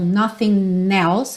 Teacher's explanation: você pode aproveitar o próprio N e já ligar na próxima palavra